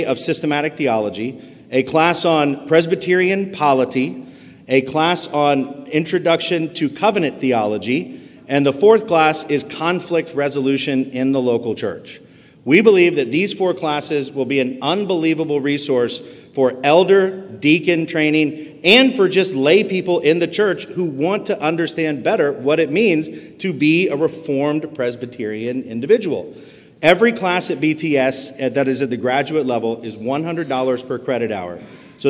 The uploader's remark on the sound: gives the Keynote Address at the 2023 Meadowview Reformed Presbyterian Church Mission Conference.